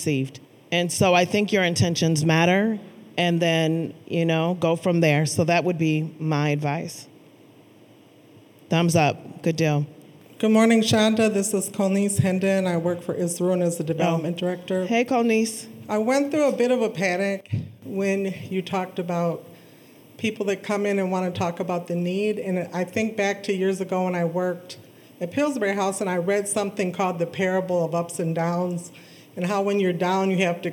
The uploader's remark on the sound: a live conversation at the Minnesota Council of Nonprofits' 2022 Annual Conference